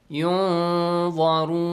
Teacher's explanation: You gotta do إخفاء. But do a kind of heavy إخفاء. Let your listener understand that the letter ظا comes after. Or a heavy letter comes after.